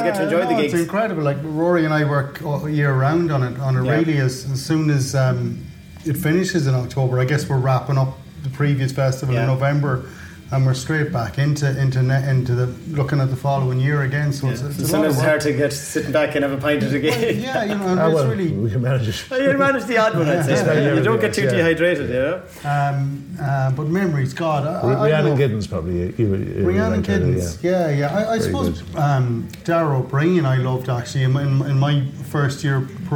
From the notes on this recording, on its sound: This episode was recorded in Lillies Cocktail Bar, Sligo